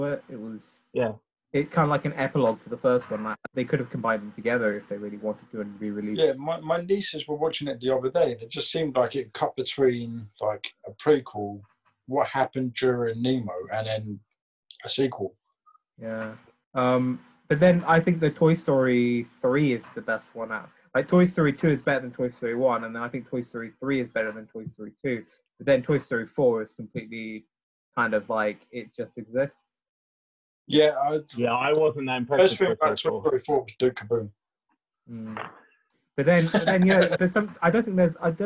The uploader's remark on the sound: jump onto Zoom for a long overdue catchup